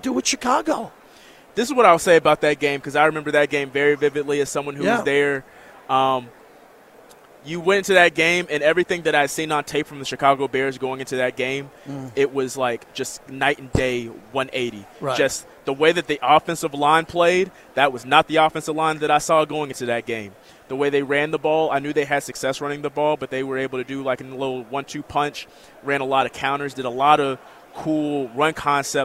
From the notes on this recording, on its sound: LIVE FROM RADIO ROW